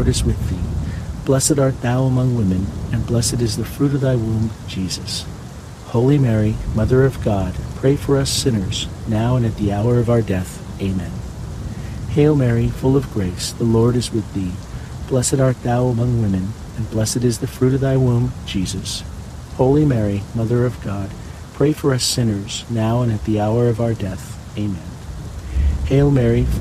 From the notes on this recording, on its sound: HEAVY RAIN. The natural ambient sounds of heavy pouring rain with crackling thunder and lightning.